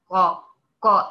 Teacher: وتصعد صوت الحرف الى قبه الحنك وينزل على هيئه رنين · Term: التفخيم